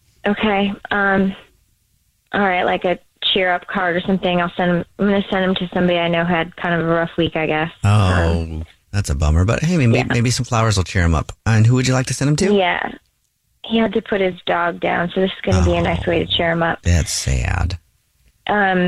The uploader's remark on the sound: Is on the phone today for War Of The Roses to catch a cheater.